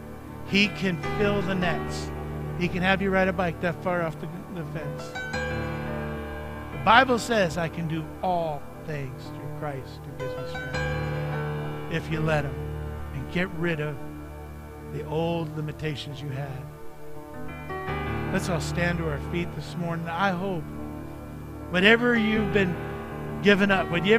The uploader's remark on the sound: Mt. Zion Church Live!